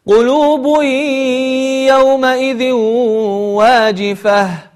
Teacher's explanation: تقلبها إلى هاء وتظهر هذه الهاء فتخرج معك نفسا أثناء تلاوتها، فتقول قلوب يومئذ واجفة.